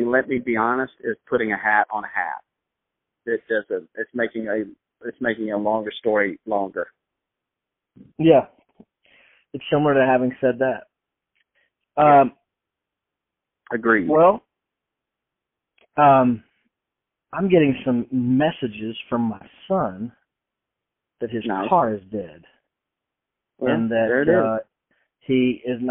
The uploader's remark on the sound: record their phone calls to make each other laugh